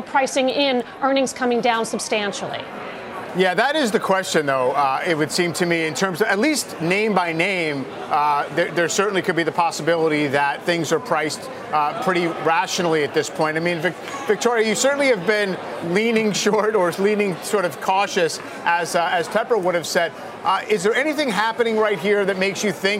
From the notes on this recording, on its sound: live from the New York Stock Exchange